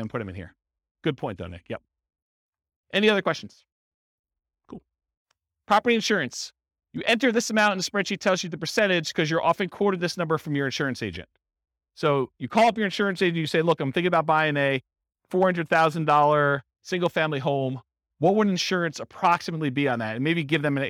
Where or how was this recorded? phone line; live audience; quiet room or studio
live audience